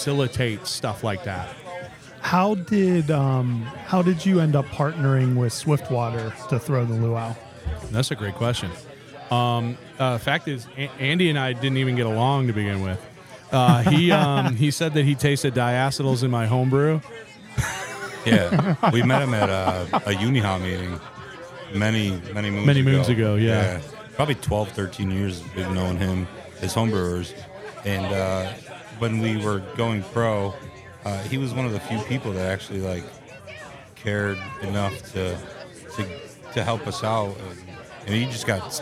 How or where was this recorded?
busy venue